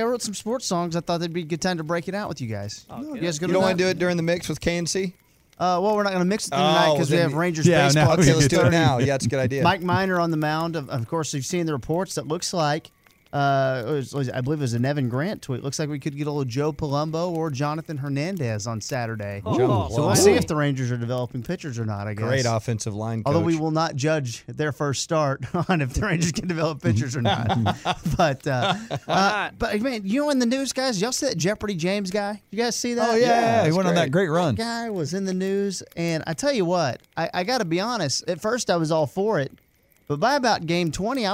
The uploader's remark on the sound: went outside for another sports campfire